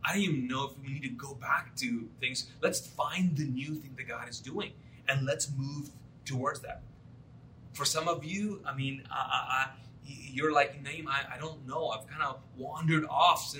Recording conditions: large echoing room